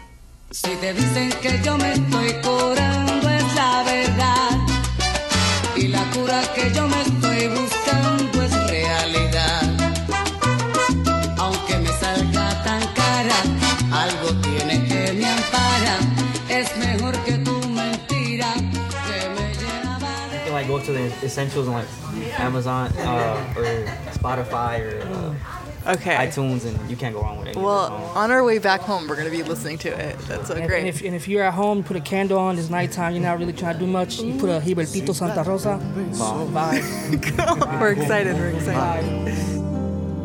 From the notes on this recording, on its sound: Recorded at Oakland Gyros, the East Side eatery that became a regular stop for the duo. While sitting in a window booth.